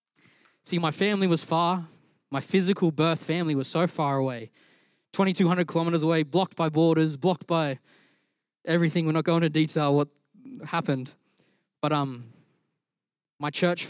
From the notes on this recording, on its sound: Recorded during our Melbourne East service on Sunday, the 13th of August 2023.